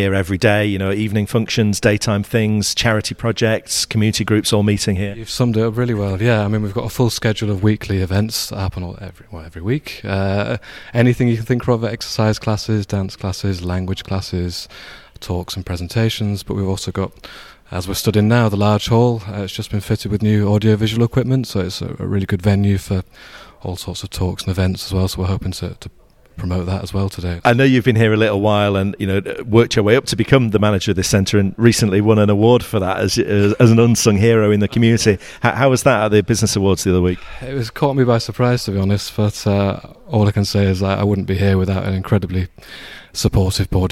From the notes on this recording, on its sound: Extracts from our live reports at the Clarke Foley Centre as the Premier League and Women's Super League trophies visit Ilkley.